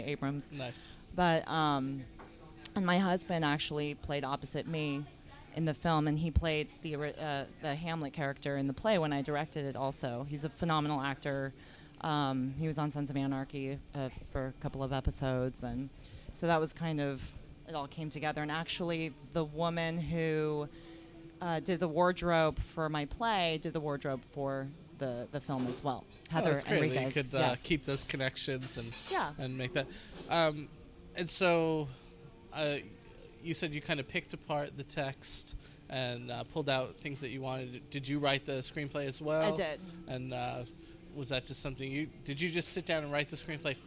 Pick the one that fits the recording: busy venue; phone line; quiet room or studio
busy venue